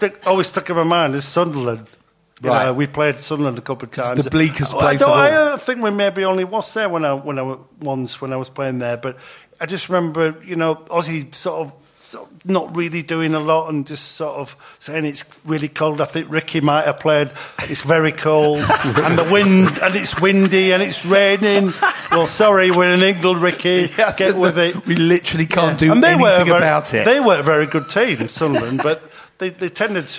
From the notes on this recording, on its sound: Recording live from the Albany on Great Portland St.